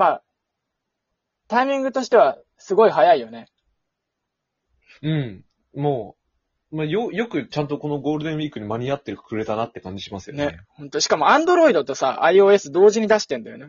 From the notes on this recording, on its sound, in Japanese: リモート収録思ったより手軽で、毎日やりたい。